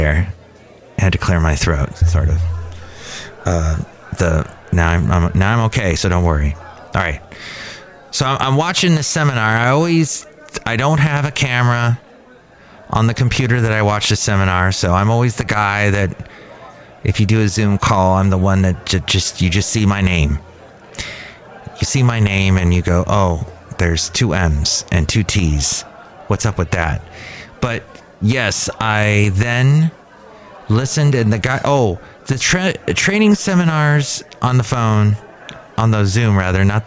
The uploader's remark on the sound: podcasts live from Cafe Anyway